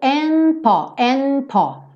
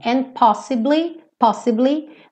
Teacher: quando eu já tô fechando a boca para o P ou para um B, esse D costuma sumir. Então, eu acabo ouvindo and po, tá?